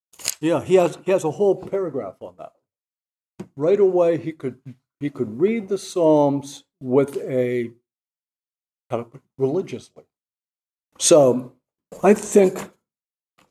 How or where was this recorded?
large echoing room